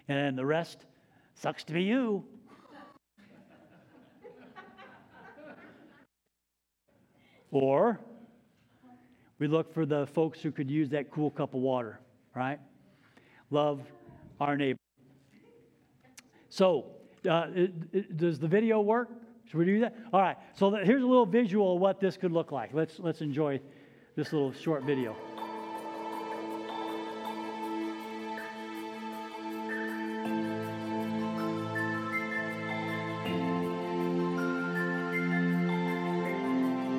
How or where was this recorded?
large echoing room